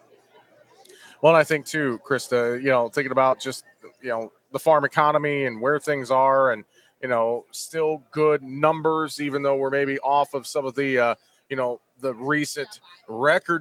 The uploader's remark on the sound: Talking SAF and Markets at Commodity Classic. During Commodity Classic in Houston, TX.